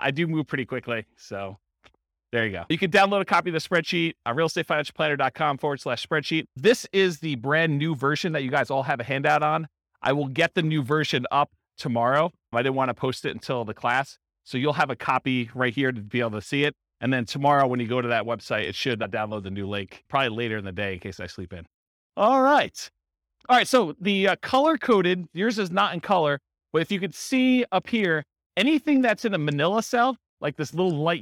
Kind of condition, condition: setting, live audience